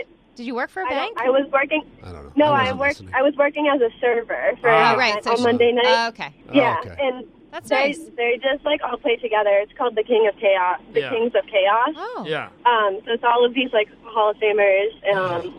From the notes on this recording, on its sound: Listeners call.